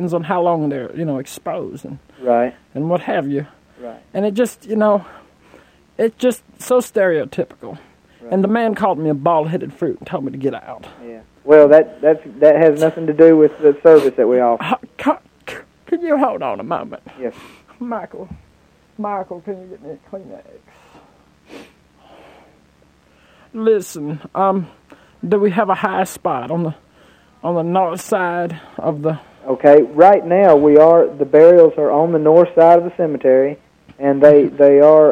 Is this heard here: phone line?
yes